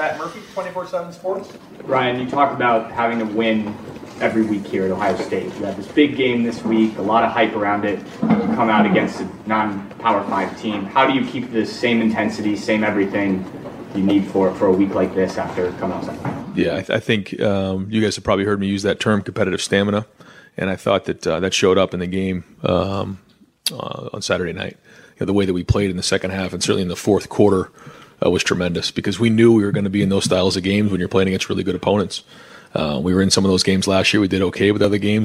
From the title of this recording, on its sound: media press conference